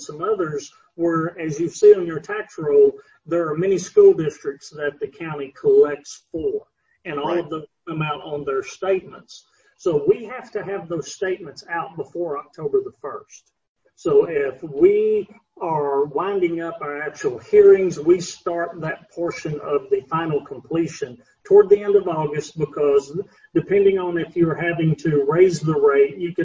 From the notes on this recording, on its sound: This interview was recorded via Zoom